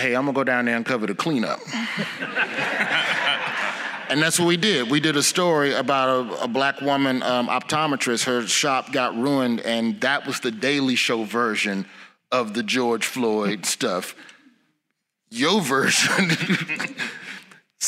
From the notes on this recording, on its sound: Recorded live in Birmingham, Alabama, at the National Association of Black Journalists conference.